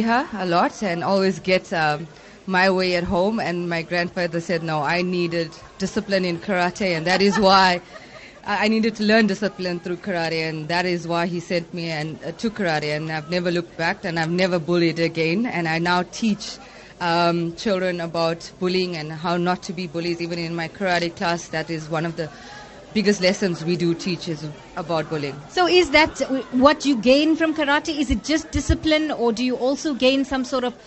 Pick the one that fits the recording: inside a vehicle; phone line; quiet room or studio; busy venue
busy venue